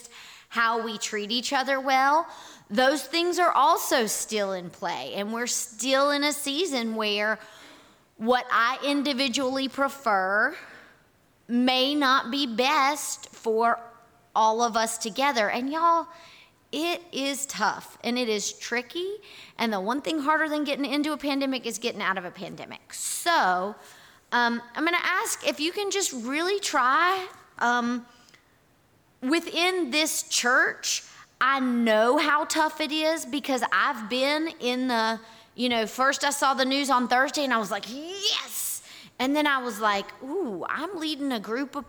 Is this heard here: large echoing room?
yes